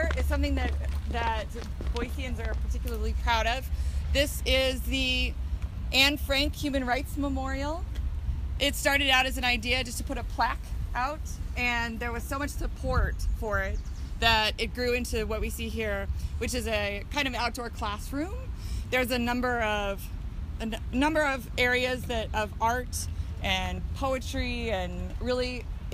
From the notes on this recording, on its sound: take you on a walking tour of downtown Boise